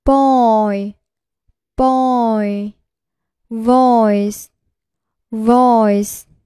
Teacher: 发音由单元音 o 向单元音 e 自然滑动，滑动过程中双唇逐渐由圆变扁，口型由大到小 · Term: 双元音 oi